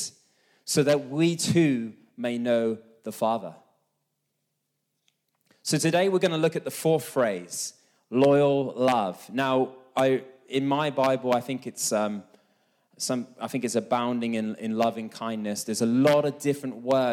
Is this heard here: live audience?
yes